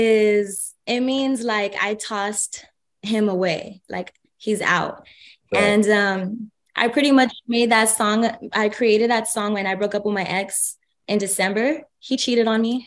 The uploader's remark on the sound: full zoom interview